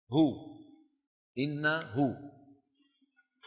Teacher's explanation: الهاء ضعيفة لأنها من أقصى الحلق ومخرجها واسع وصوتها ضعيف · Term: هاء الضمير